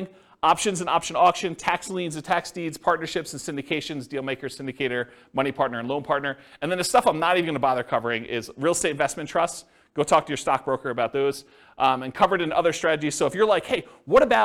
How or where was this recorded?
live audience